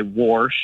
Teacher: so I hear that extra R get added occasionally